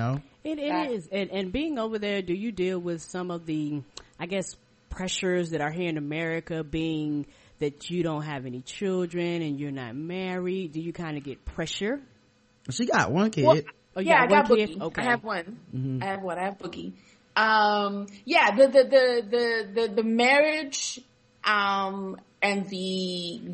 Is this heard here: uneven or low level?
no